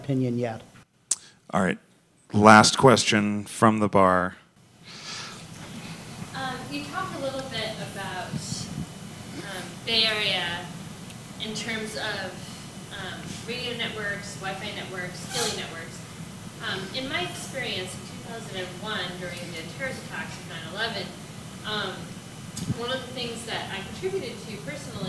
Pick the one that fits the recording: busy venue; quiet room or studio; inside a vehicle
busy venue